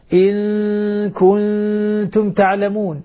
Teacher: إن هذه غنة مشبعة في النون